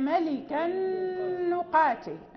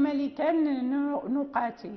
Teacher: لا ننطق بالنون، يعني هذا من التماثل · Shown in: first take · ولكن يعني ذكروه مع حروف الإضغام قلنا لبقاء الغنة في النون.